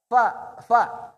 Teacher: Fa harus ada angin yang keluar. Fa fa. Kalau dua bibir salah, pa.